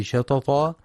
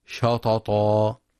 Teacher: ينتبه القارئ في كلمة شططا لترقيق الشين، فلا يفخمها بسبب مجاورة حرف الطاء المفخم · Shown in: first take · فلا يقرأ شططا.